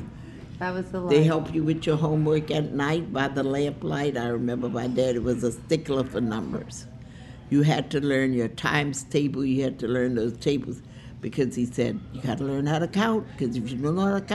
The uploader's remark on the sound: We sat down with the younger generations at the restaurant during the taping of "The Dooky Chase Kitchen: Leah's Legacy." We've dug into our archives to bring you material that never previously aired.